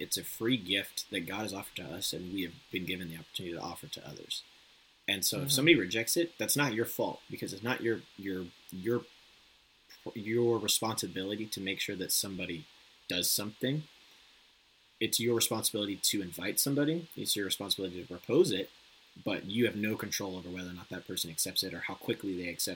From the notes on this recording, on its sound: My audio is MESSED up in this episode. The recording of this episode messed my computer up so badly that i was unable to delete any files until i rebooted in safe mode because my "disk was full".